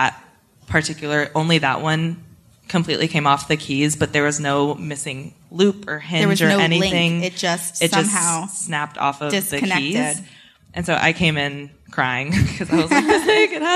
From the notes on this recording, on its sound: Live from Nashville. We had a live show at Zanies Comedy Night Club!